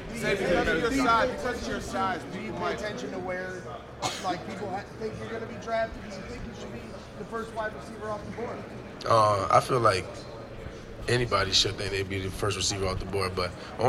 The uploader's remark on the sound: Press Conference from the NFL Combine. At the 2023 NFL Scouting Combine.